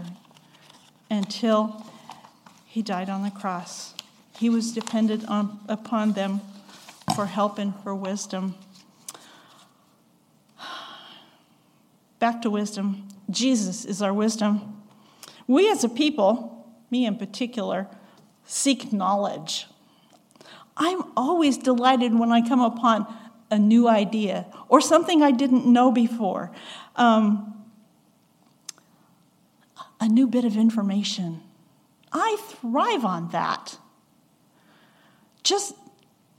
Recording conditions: large echoing room